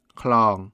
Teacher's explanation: When ro rua, lo ling, or wo wen forms a two cluster with an initial consonant like kho khwai, both consonants are articulated together in a single syllable without any vowel sounds between them